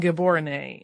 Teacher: Also, the capital city of Gaborone is pronounced more like Heborone with a guttural G and the accent on the final E